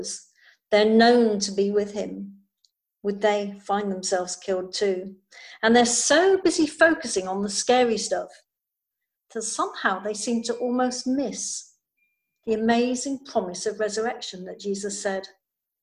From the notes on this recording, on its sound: Recording of the zoom service on 29th March 2020